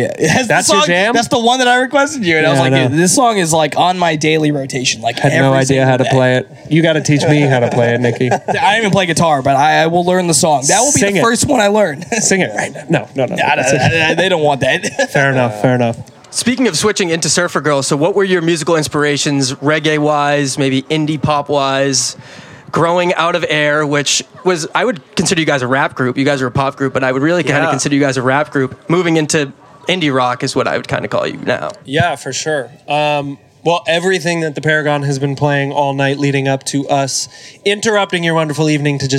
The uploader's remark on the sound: Live from Nantasket Beach. In our first-ever live podcast in front of an audience.